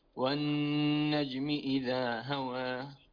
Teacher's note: يعني الجيم عندك مشربة بالشين وهذا يقع فيه كثير من الناس. والنجم يحصل لها احتكاك في الحلك الأعلى، اللسان يرتفع وسط اللسان، اصبر عليه.